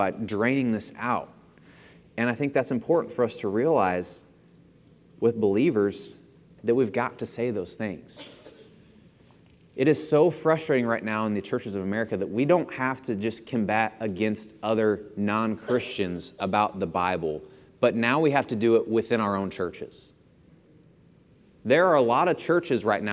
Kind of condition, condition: setting, large echoing room